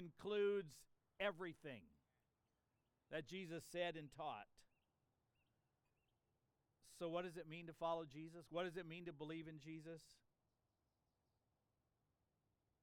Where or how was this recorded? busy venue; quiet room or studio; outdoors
outdoors